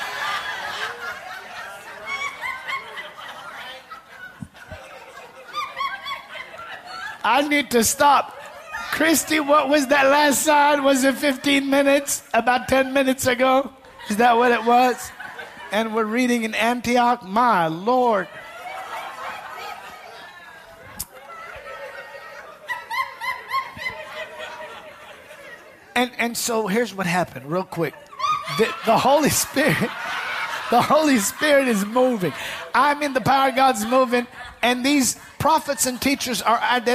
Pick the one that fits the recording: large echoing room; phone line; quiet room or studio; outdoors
large echoing room